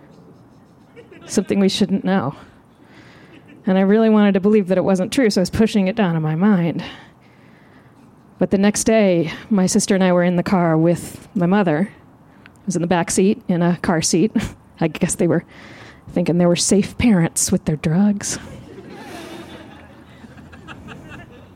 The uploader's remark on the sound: This story was recorded live, outdoors at Buntport Theater.